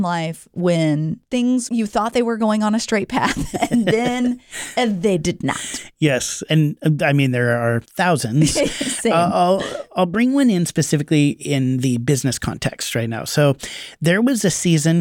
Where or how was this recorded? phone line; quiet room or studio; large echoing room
quiet room or studio